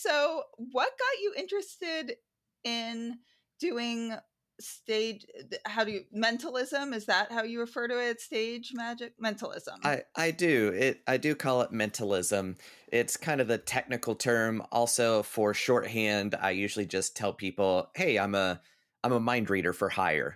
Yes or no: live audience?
no